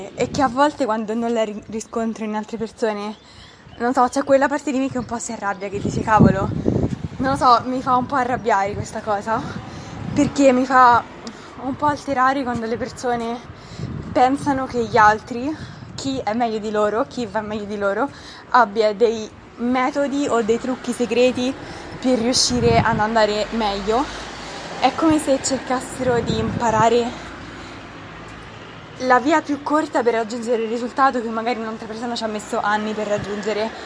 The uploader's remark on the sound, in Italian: Mi scuso in anticipo per il rumore delle macchine di sottofondo e il fiatone, ho registrato l'episodio all'aperto durante una passeggiata.